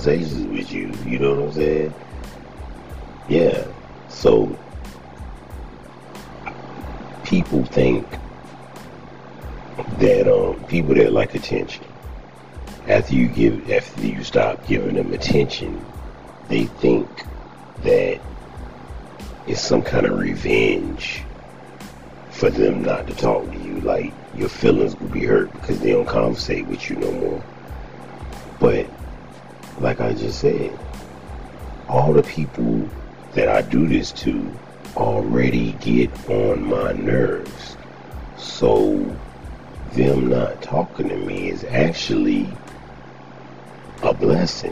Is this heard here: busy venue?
no